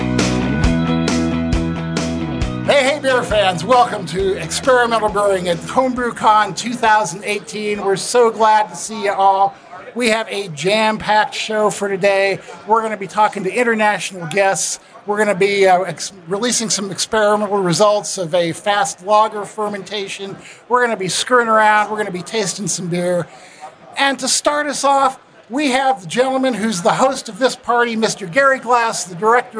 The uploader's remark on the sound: Live in Beervana. In this special live episode.